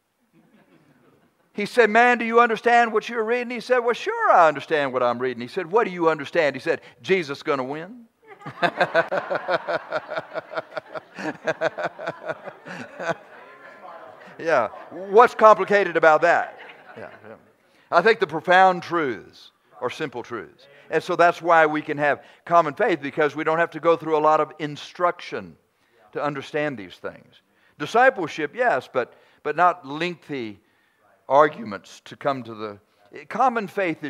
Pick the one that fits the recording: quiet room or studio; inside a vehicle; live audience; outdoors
live audience